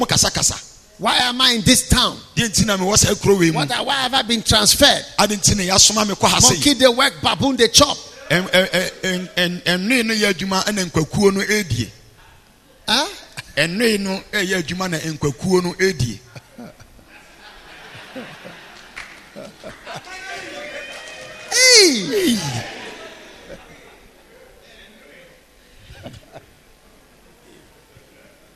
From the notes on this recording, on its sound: Preached at the Healing Jesus Campaign Pastor's Conference in Kyebi, Ghana